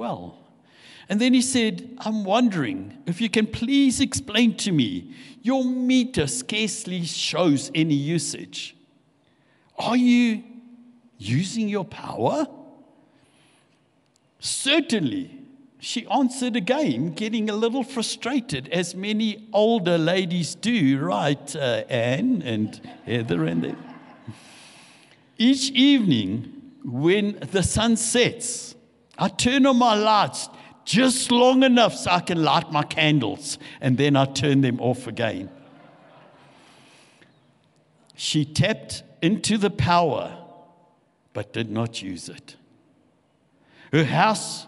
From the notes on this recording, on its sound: This session was recorded live at Venture Church, Fairlands, Johannesburg.